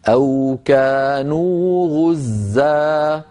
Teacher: أردنا أن نقف عليها نقف عليها غزا، مد عوض بمقدار حركتين، نعوض عن تنوين النصب بألف تمد وقفا بمقدار حركتين هكذا، أو كانوا غزا